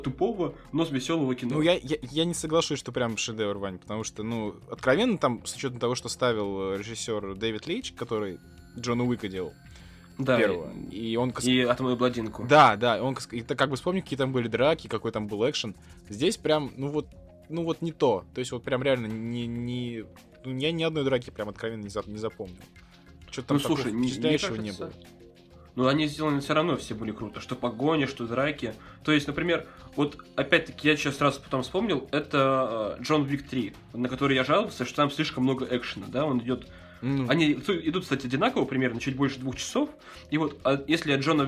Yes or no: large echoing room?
no